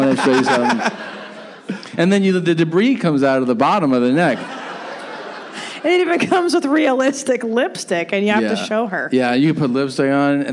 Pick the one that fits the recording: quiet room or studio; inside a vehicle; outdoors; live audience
live audience